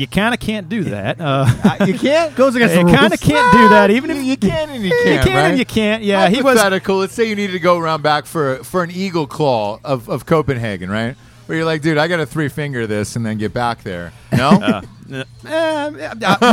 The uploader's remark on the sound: Live From Hurricane Barry! Live from the hurricane that almost was, Hurricane Barry. We're live from the dive bar 22nd Street Lounge.